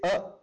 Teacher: इसमें जितना टाइम लगता है इसका दुगुना टाइम अगर आप लगाएंगे उसको हम कहते हैं दीर्घ, जैसे अ आ, आ में दो आ, दो आ, आ को एक अ को बोलने में जितना टाइम लगाते हैं उसको दुगुना करेंगे तो आ होगा, उसको दीर्घ बोलते हैं, थोड़ा लॉन्ग प्रोनाउंसिएशन होता है